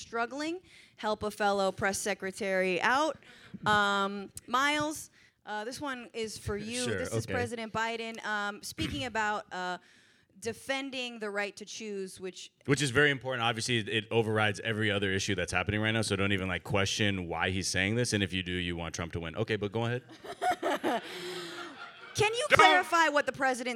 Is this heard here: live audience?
yes